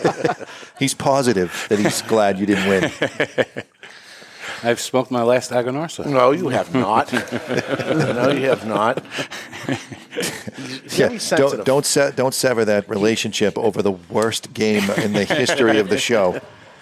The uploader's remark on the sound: The Cigar Authority is a member of the United Podcast Network and is recorded live in front of a studio audience at Studio 21 Podcast Cafe upstairs at Two Guys Smoke Shop in Salem, NH.